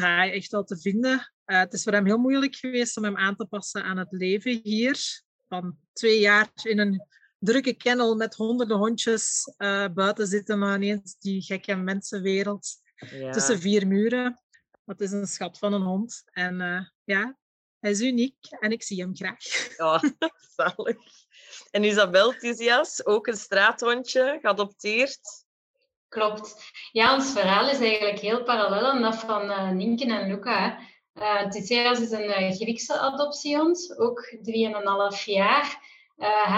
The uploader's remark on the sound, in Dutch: In deze aflevering (online opgenomen).